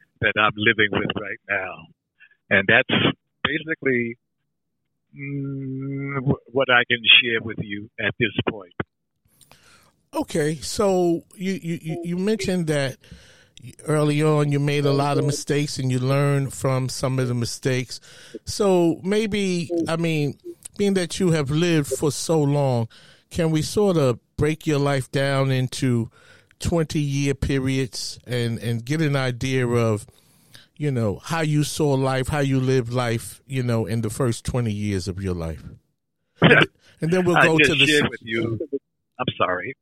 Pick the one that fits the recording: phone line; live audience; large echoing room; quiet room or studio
phone line